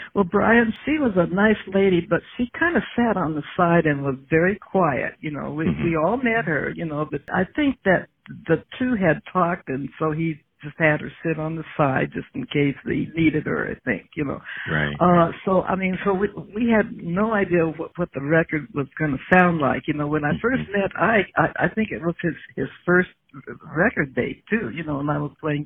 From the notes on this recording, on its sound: spent two hours on the phone together